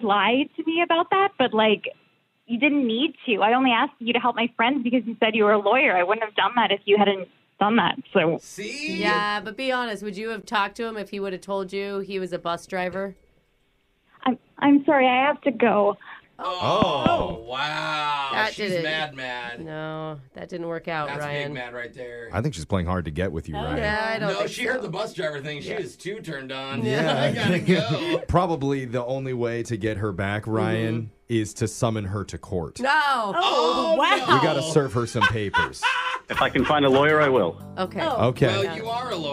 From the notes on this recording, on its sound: One of our listeners was too embarrassed to say what he really does for work and now his LIE is why he needs our help with an Awkward Tuesday Phone Call!